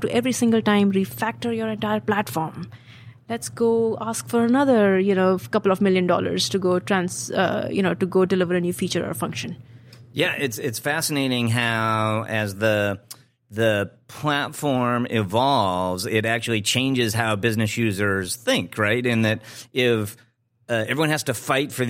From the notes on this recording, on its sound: Recorded on Tuesday, August 7th from the eTail East tradeshow in Boston.